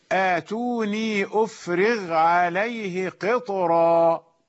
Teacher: الطاء فاصل ولكن الراء تظل مفخمة، والطاء تمنع الترقيق فهي فاصل معتد به.